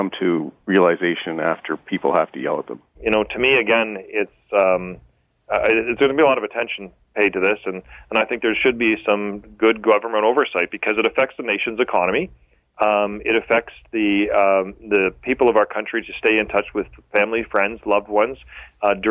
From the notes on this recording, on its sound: the best callers of the week